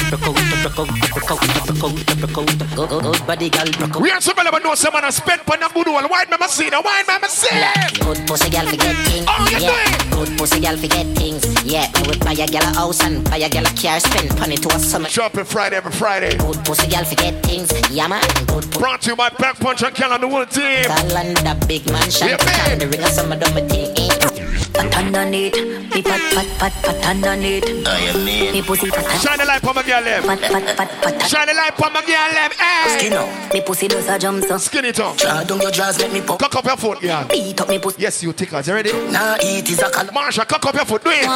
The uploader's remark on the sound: Tropical Fridayz 11/4/22 (LIVE AUDIO)